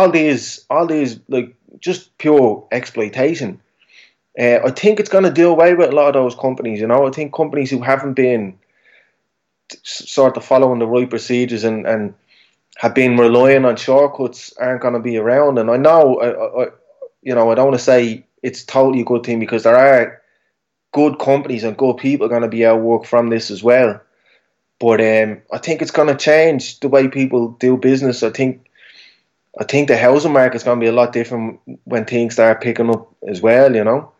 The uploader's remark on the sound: Over Skype